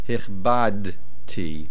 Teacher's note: The main accent is on the Beis, and the Dalet is a Shronach.